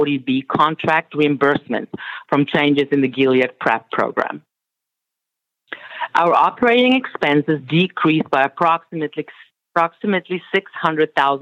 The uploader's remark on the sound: Progressive Care Conference Call May 2022